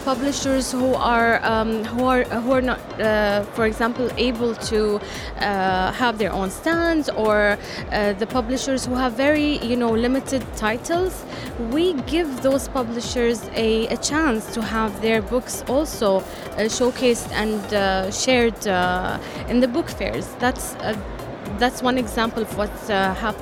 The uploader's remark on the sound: Live at SIBF 2023